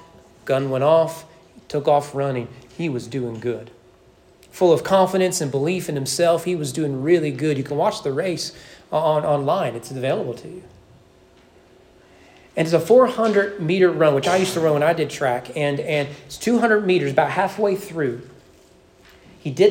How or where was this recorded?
large echoing room